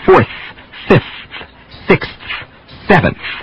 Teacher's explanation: many of the sequence or ordinal numbers end in the voiceless TH